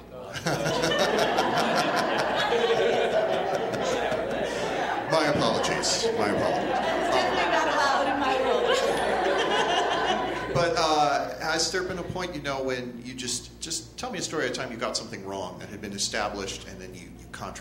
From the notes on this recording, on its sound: Mythology panel from ATX Television Festival. Recorded at the Stephen F.